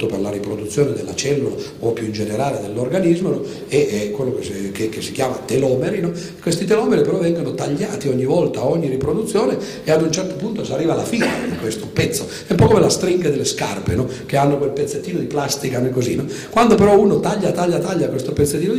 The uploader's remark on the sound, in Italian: Registrazione del 16 maggio 2011, presso il Teatro Franco Parenti di Milano.